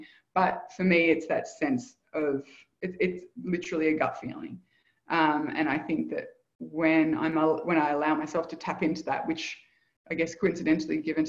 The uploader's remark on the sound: Live Community Call